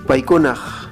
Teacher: en sus regiones la variante p tras vocal se pronuncia ahora más como una ja